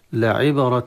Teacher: القلقلة في الباء ساكنة تقلقل قلقلة صغرى